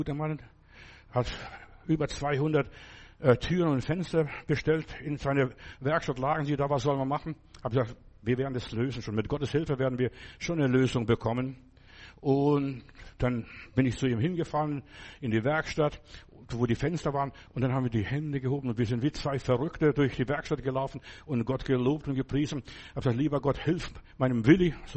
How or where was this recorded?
large echoing room